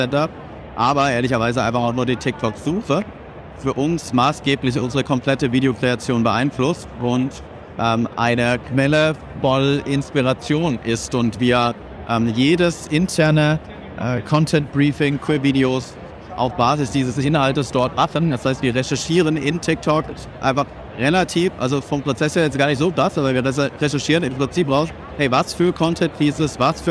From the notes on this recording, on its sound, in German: Live Podcast von der OMR2023. In unserer Guided Tour über das Festival.